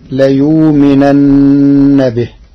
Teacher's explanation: قرأ ورش كلمة ليؤمنن بإبدال الهمزة واوا ساكنة تخفيفا فتصير ليؤمنن به.